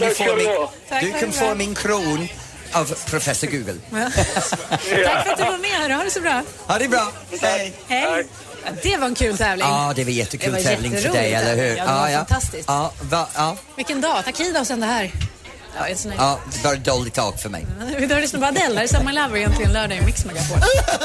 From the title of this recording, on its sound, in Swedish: Live från Liseberg